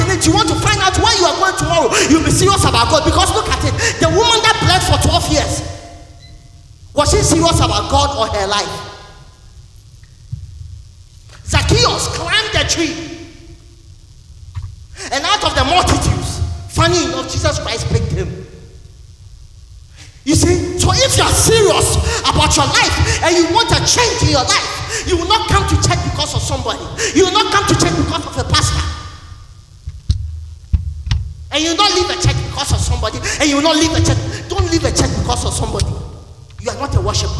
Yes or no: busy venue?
yes